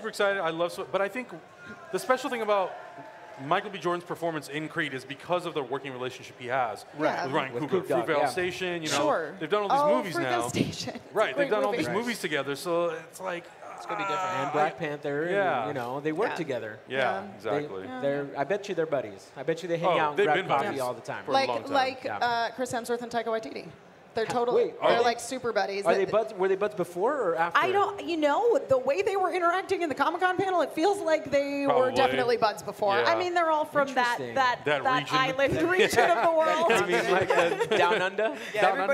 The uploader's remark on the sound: Live from TwitchCon 2017